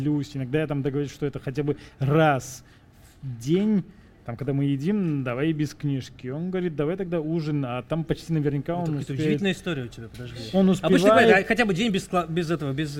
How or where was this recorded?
live audience